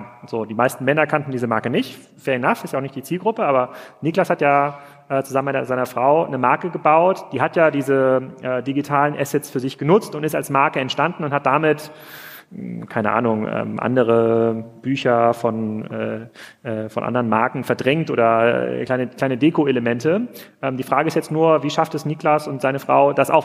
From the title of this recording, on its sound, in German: live vom POL